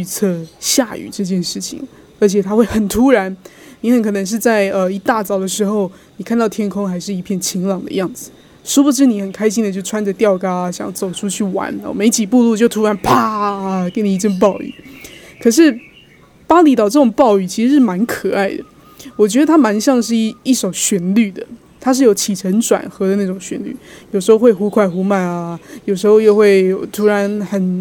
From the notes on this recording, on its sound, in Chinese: 第一次嘗試戶外錄音，才剛講完峇里島雨季很猖狂，果然一錄就給我下雨。現在也想在這裡用戶外錄音的方式真實呈現給你們看。